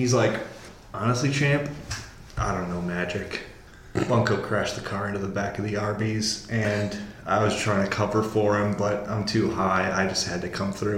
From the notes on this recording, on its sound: Ignoring the echoey audio